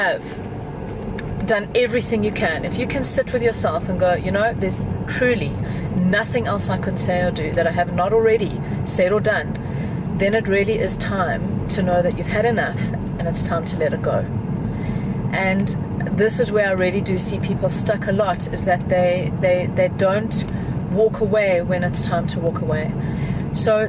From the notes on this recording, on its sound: we're having a drive time chat from my car